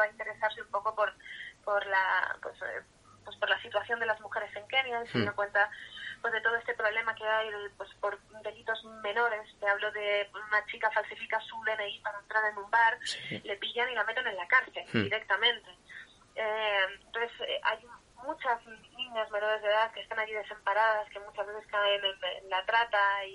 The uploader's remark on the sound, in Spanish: En TriYournal hemos podido tener una más que interesante conversación telefónica con ella.